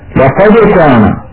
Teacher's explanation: … يفتح فمه عند الراء وليس عند الباء · Term: القلقلة